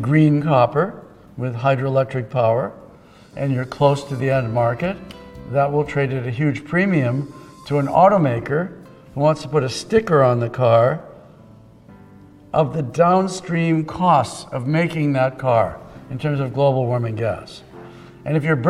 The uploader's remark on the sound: keynote address at the opening ceremonies of AME Remote Roundup